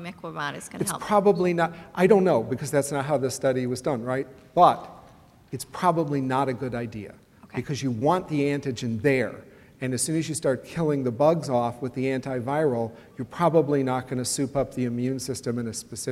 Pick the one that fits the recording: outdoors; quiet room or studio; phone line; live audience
live audience